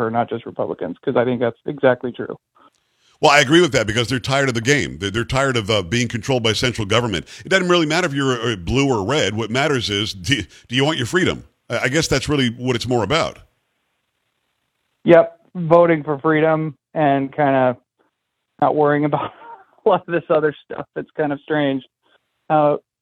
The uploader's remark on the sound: LIVE Call